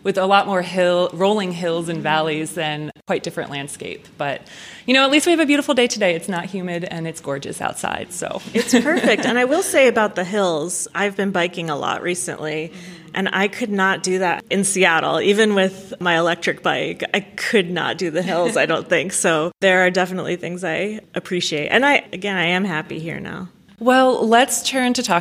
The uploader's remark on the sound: This episode was recorded before a live audience. At Cleveland Public Library as part of Literary Cleveland’s Inkubator writing conference.